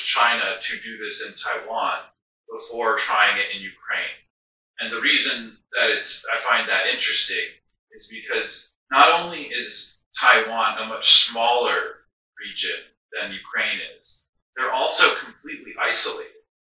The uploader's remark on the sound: We faced some technical difficulties in this first recording and lost our mic audio files so please excuse the terrible audio quality as we were forced to pull it from our camera (which was not set up with a mic).